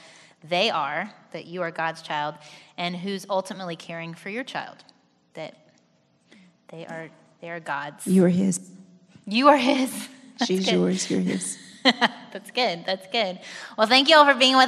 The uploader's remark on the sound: This special episode was recorded at our first Live Event held in 2017.